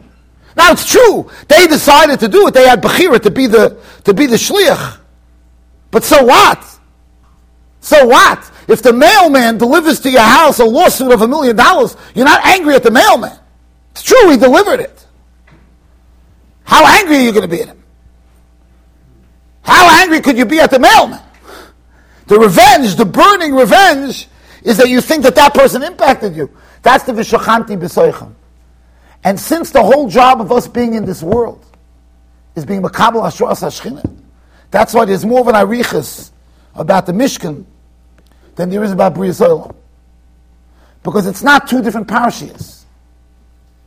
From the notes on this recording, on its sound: Shiur recorded in Yeshivas Ohr Reuven, Monsey NY.